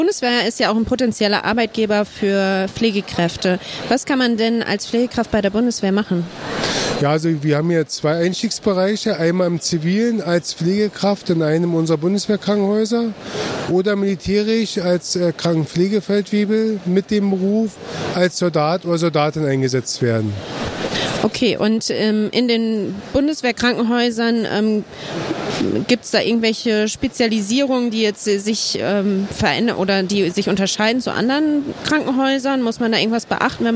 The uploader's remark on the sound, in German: Live vom Deutschen Pflegetag. Darüber hört Ihr Stimmen von Besuchenden und Referent*innen.